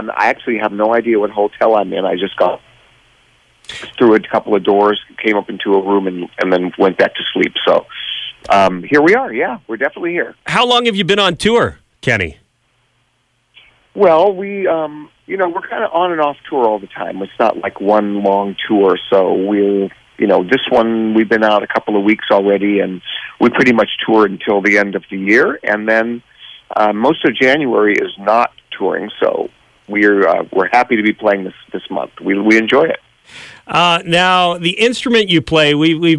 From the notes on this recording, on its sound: on the phone this morning